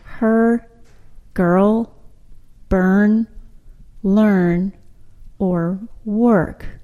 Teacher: We don't hear any real vowel sound in the words her, girl, burn, learn, or work. · schwa plus R replaces the vowel sound of a word and creates a syllable